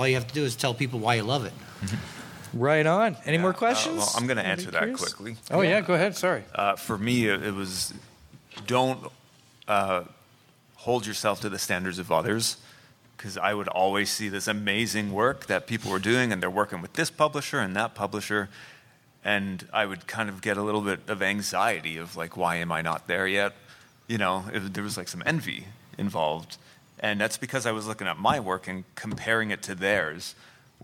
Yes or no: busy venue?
yes